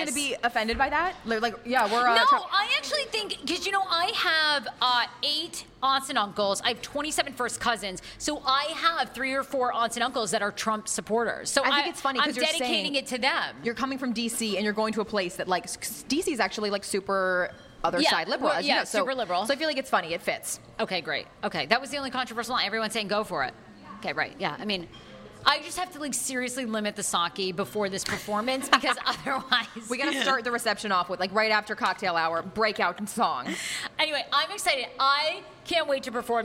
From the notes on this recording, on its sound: Last week we did a live pop-up podcast at Yume Sushi in Arlington, Va for some of nearest and dearest fans.